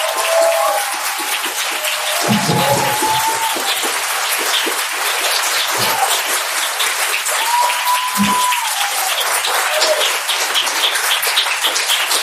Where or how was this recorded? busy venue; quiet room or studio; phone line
busy venue